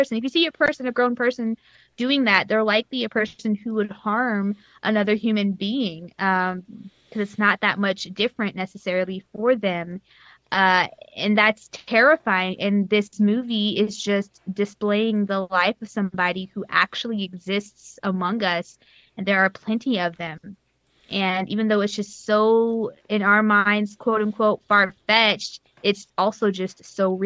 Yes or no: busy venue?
no